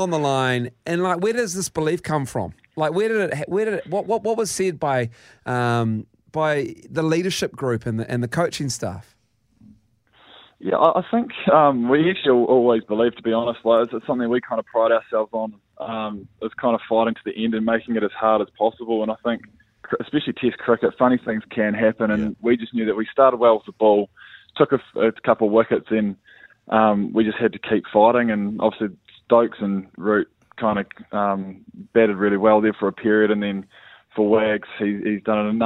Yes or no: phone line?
yes